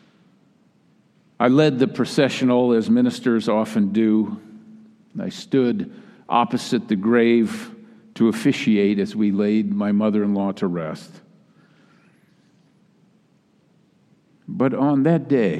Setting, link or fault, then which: setting, large echoing room